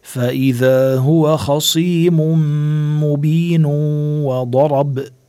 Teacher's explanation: لأنه مبين عنا تنوين وبعده الواو، عنا إدغام بغنة. ولما منوقف بيكون مد العارض للسكون.